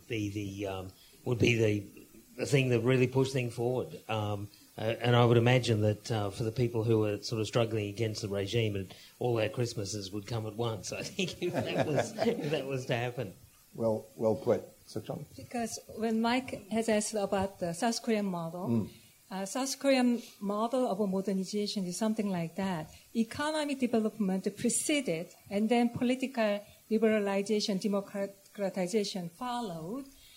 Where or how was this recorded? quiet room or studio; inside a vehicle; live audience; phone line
live audience